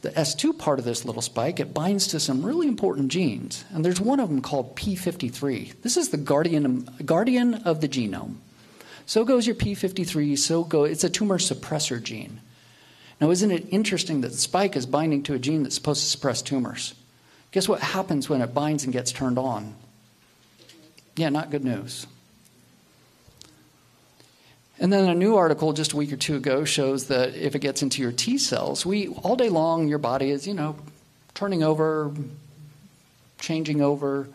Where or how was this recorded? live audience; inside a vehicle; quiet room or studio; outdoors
live audience